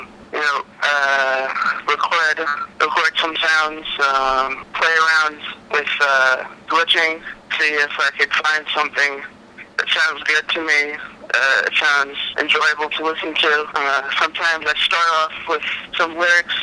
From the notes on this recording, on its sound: on the phone